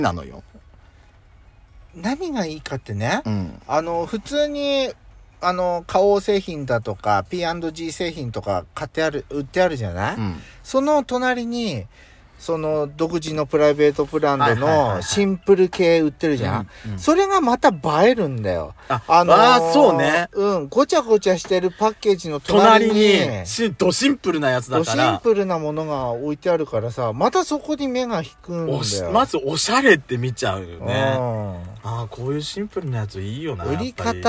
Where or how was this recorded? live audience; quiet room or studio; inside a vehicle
inside a vehicle